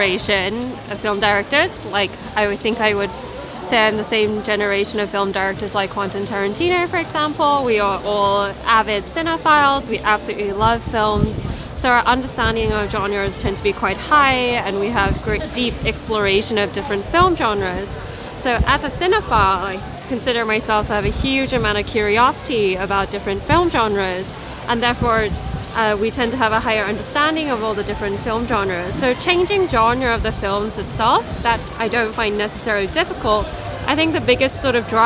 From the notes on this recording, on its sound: At the London Film Festival 2023 I had the amazing opportunity to cover the red carpet. Here is the audio of the questions I asked on the carpet.